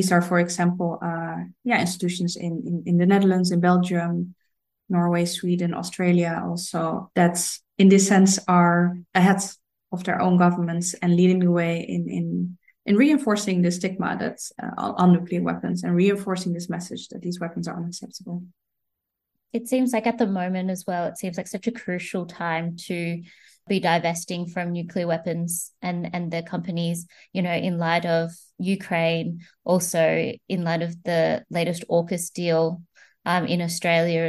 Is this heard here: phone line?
no